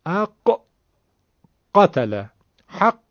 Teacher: فرق غین با قاف در اینه که قاف رو شدید و تک ضرب میگیم